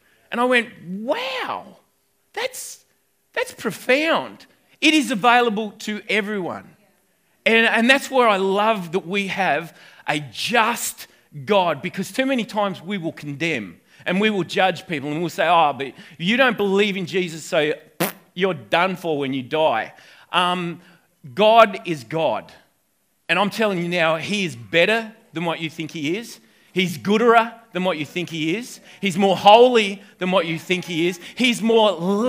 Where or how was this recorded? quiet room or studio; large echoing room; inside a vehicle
large echoing room